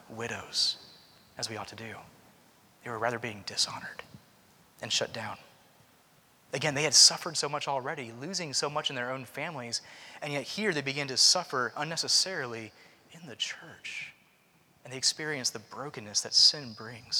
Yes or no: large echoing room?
yes